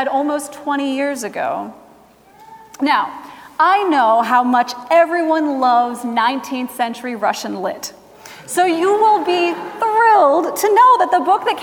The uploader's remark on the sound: Recorded Feb 26, 2017 at Trinity Presbyterian Church in Bibxy, Okla.